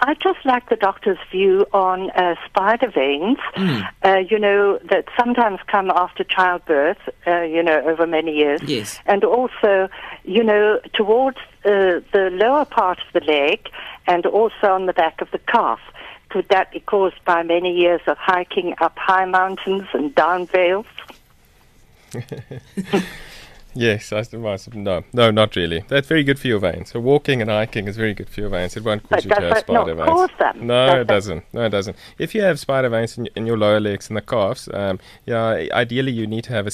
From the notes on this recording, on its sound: PHONE-IN